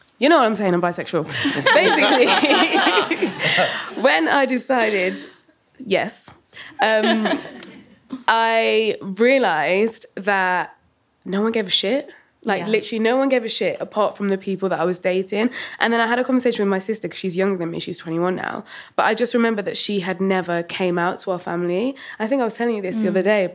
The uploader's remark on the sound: Recorded live at the Boulevard Theatre in SoHo.